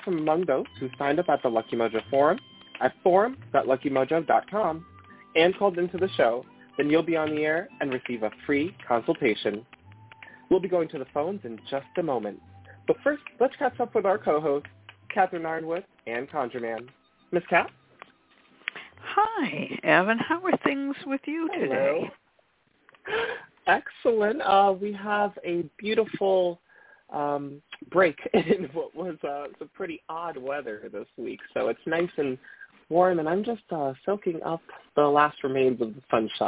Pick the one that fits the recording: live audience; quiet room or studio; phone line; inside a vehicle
phone line